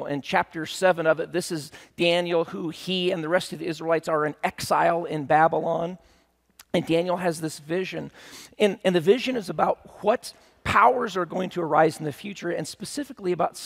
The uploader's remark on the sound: at Timberline Church